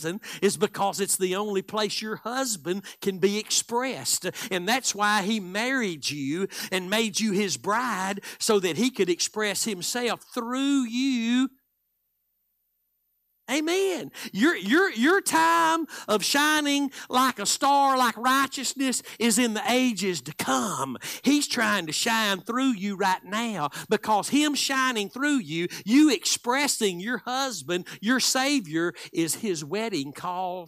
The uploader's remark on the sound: Live Wednesday Evening Service